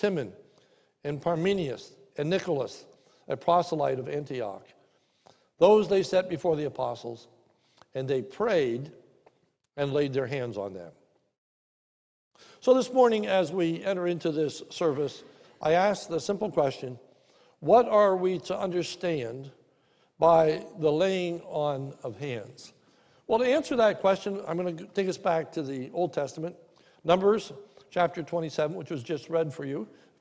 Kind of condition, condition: setting, large echoing room